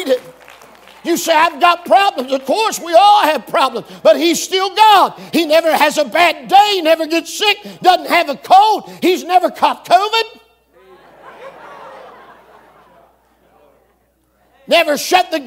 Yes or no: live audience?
yes